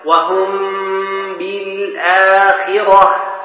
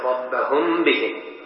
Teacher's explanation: وسببه أي الإخفاء هو التجانس، بين الميم والباء، وسمي شفوية لكونهما يخرجان من الشفه · Term: الإخفاء الشفوي